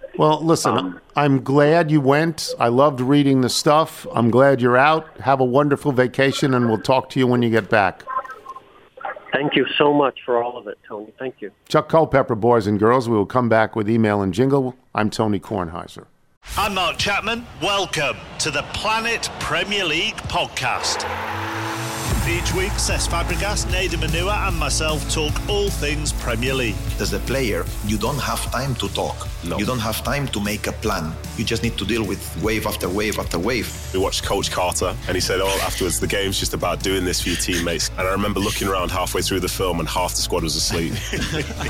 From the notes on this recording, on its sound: calls in to talk about all of those things